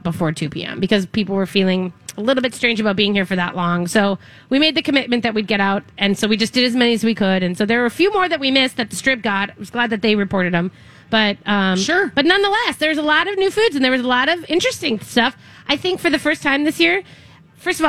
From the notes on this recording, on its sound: LIVE at the Fair! Weekly Dish broadcasts live from the MN State Fair!